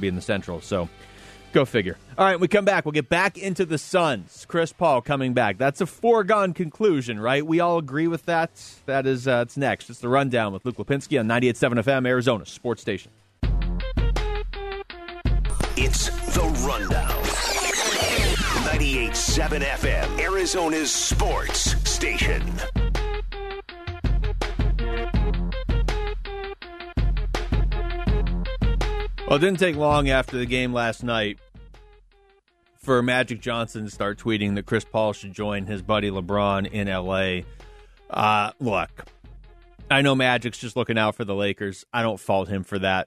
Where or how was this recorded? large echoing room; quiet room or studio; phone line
phone line